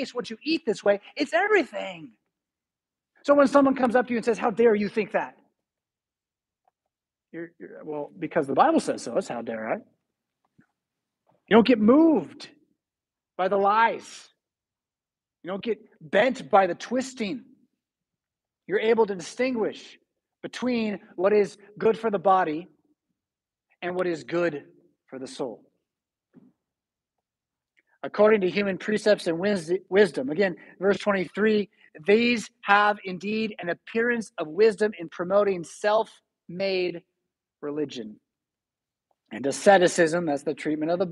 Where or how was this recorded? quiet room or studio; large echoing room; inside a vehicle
large echoing room